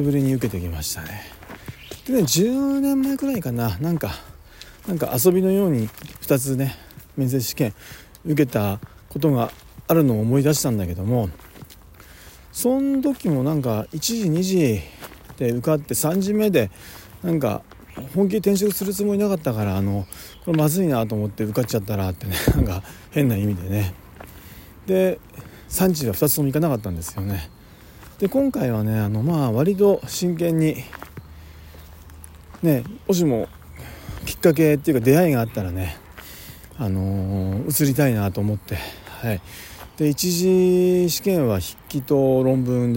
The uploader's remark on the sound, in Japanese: 仕事の帰り道に録音していこうと思います。